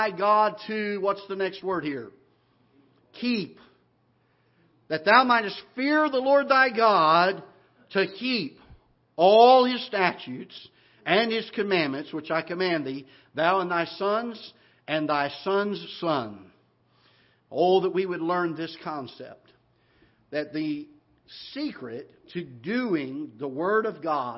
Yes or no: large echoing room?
yes